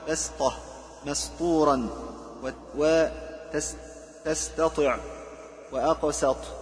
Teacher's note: والسين يعتنى ببيان انفتاحها واستفالها إذا أتى بعدها حرف إطباق لئلا تجذبها قوته فتقلبها صادا